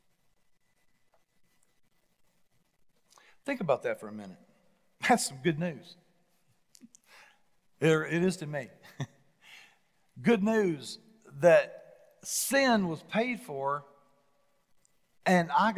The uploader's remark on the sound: Recorded live at The Fellowship at Mt Juliet.